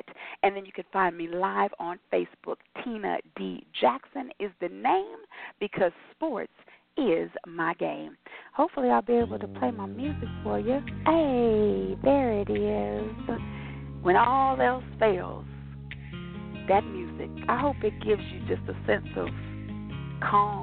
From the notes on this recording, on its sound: your phone calls, comments, questions